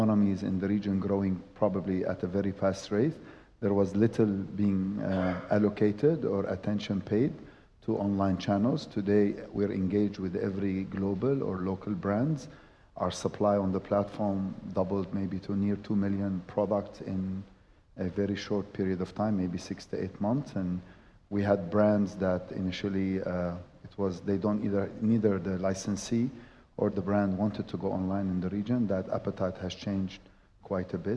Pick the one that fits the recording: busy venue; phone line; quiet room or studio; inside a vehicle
busy venue